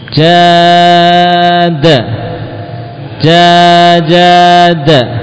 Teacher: Ya, jadi antum membaca jada empat harokat sama dengan jajada.